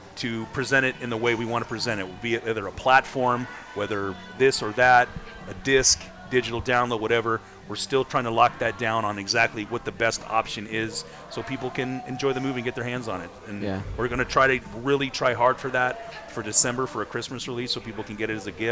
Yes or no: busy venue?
yes